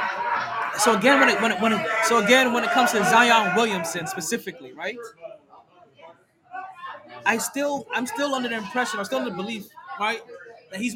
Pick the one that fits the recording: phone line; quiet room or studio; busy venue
busy venue